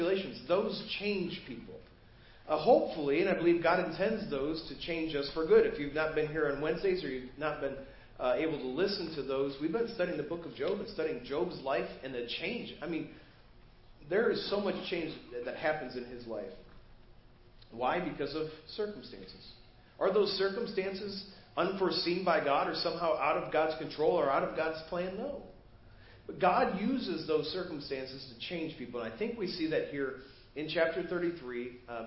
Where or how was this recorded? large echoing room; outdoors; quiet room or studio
large echoing room